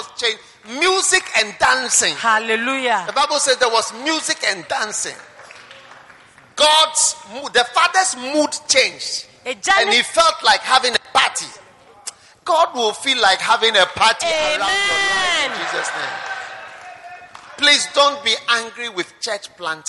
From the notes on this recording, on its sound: Preached at the Anagkazo Assemblies Cathedral, Accra.